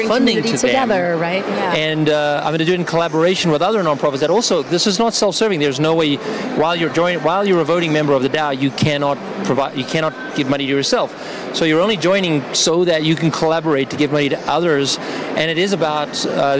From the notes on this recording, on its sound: Live from Consensus in Austin, Texas